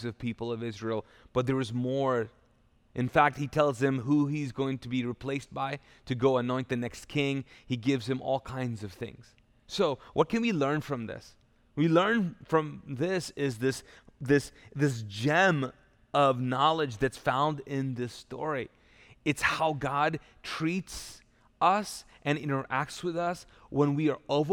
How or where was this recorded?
large echoing room